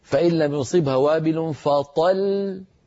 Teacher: كم لام نطقت عند الوقف؟ لام واحدة، مع أنها في الوصل لامان